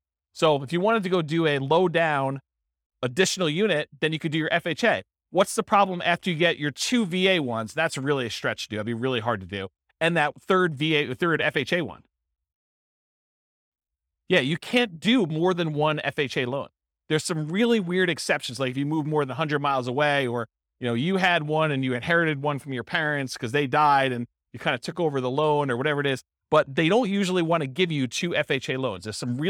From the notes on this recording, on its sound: This was a live class recorded